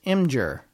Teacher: It's not Imager. There's no vowel between the M and the G.